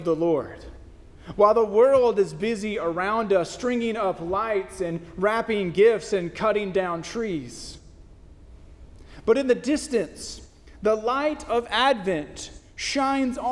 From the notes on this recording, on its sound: First Christian Church (DOC), Longview, Tx.